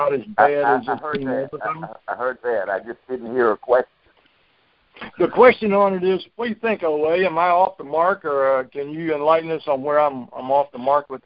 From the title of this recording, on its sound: Monthly Conference Call